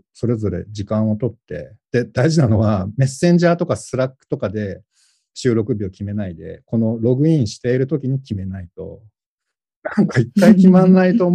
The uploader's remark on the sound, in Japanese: Zoomと、手元の機材で録音したものを編集。